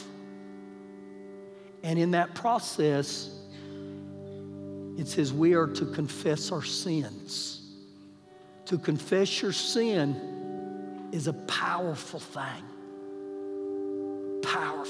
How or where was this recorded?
live audience